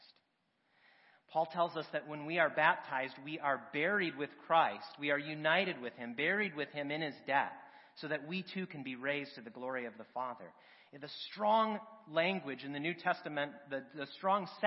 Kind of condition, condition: setting, large echoing room